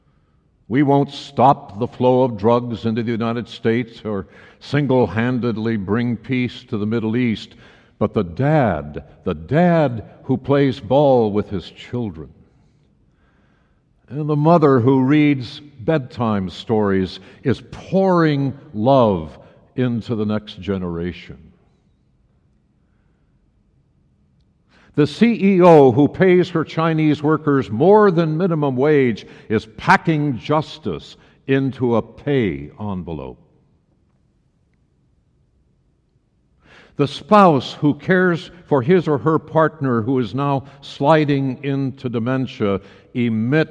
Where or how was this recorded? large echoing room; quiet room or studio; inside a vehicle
large echoing room